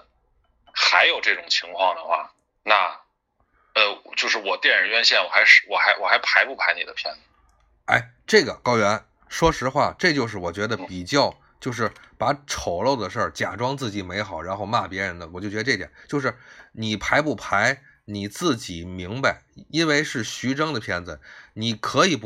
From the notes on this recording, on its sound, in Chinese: 今天是临时决定利用最简单的设备来录制一期补充节目。被圈养在天津家中没有设备随身。